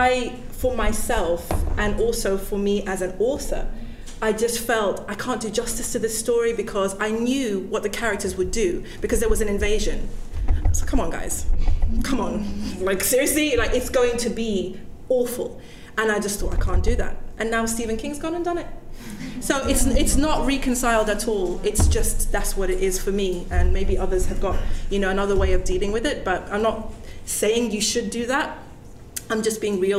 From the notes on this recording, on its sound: This podcast was recorded at an event for International Women's Day.